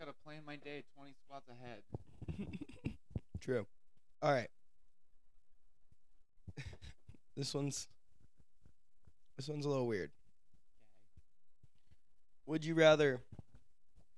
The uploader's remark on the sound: Unfortunately there was a lot of trouble with the audio, so I had to cut the majority of the episode. Don't use headphones.